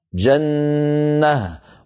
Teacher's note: جنة، جنة ونعيمة، جنة لو وقفنا عليها جنة مع أن آخرها تنوين نصب، أحذف التنوين وأقلب التاء إلى هاء وأقف بهاء ساكنة